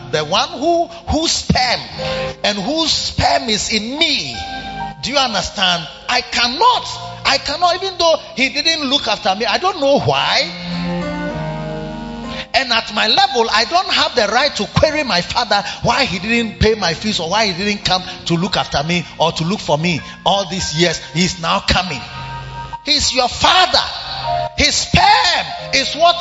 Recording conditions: large echoing room